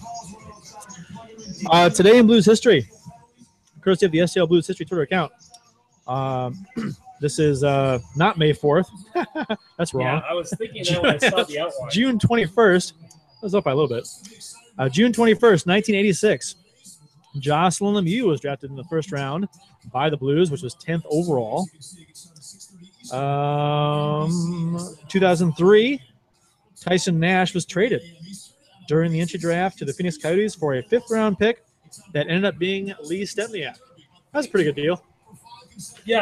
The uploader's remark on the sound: LIVE at the Bluenote Sports Bar & Grill! Live at the Bluenote Sports Bar & Grille in Maryland Heights, MO for the NHL Awards Ceremony and expansion draft.